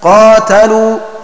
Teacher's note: والمعنى: أي قرأ حفص وأبو عمرو: والذين قتلوا في سبيل الله، بضم القاف والقصر، أي حذف الألف بعد القاف وكسر التاء، فتكون قراءة غيرهما بفتح القاف وإثبات ألف بعدها وفتح التاء